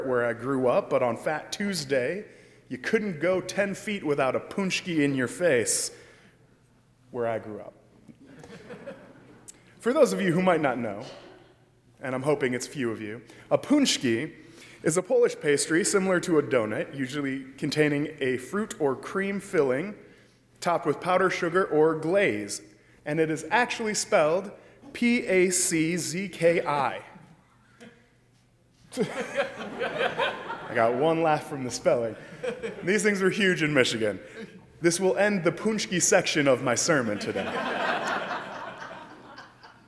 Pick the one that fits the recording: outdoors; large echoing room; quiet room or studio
large echoing room